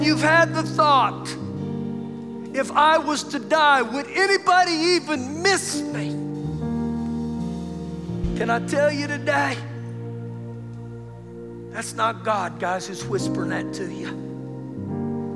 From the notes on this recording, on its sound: Recorded live during our Sunday morning service